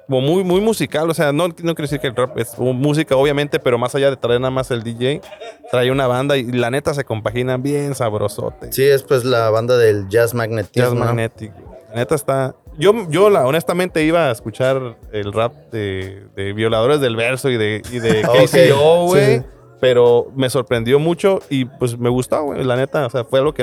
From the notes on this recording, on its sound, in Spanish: Grabamos este episodio en la conferencia de prensa. Previo a su concierto en tijuana.